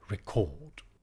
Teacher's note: the word is stressed on the second syllable